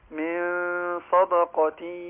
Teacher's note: نون ساكنة بعديها صاد إخفاء مع الغنة